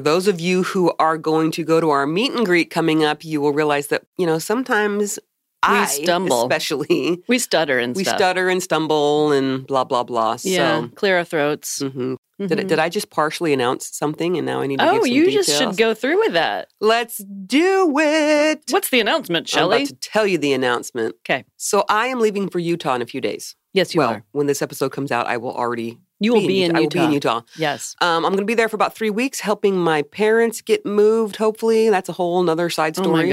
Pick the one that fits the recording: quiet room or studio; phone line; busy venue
quiet room or studio